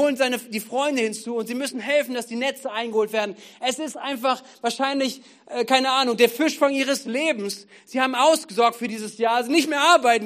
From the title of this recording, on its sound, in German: Gottesdienst am 13.11.2022